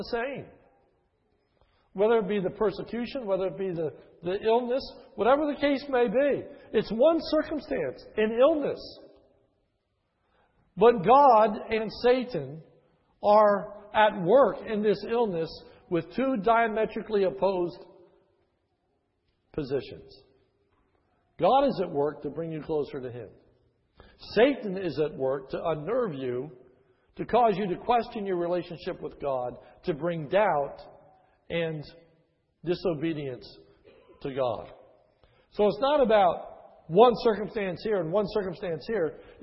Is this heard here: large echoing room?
yes